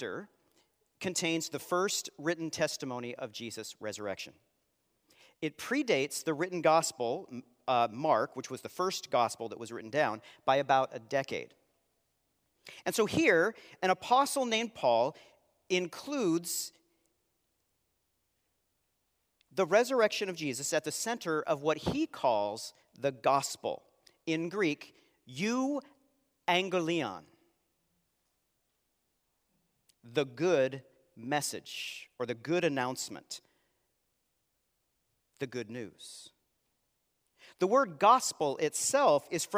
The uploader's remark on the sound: Live Sunday Worship